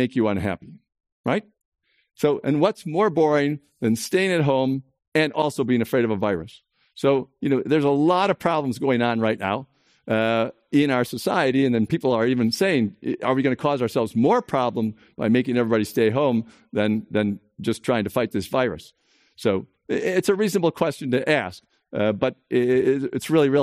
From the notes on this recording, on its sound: In response to the Coronavirus Covid-19 outbreak, this program was recorded in an empty auditorium, for an online audience only, and live-streamed from The Commonwealth Club of California in San Francisco on March 30th, 2020.